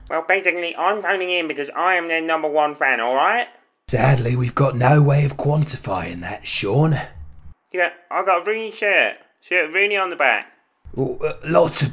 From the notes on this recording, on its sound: PHONE-IN. A caller from Sweden.